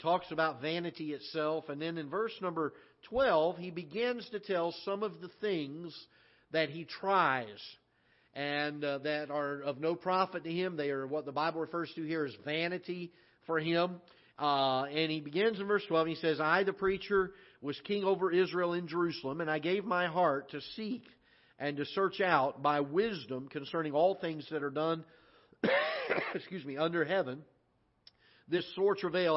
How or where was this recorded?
large echoing room